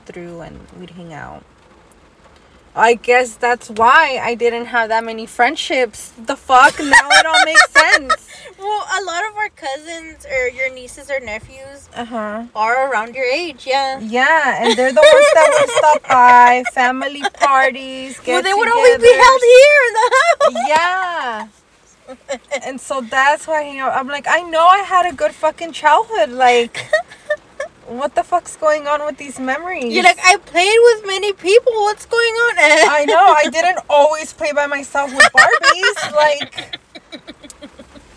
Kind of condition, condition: fault, background noise